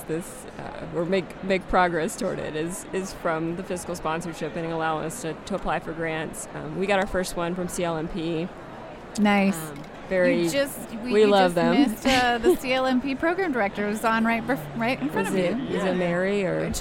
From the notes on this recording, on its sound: from the floor of AWP (Association of Writing and Writing Program)’s Conference and Bookfair